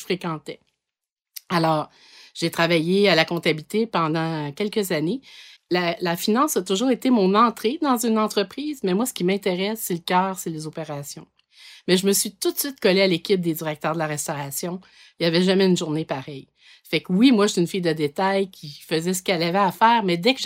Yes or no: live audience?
no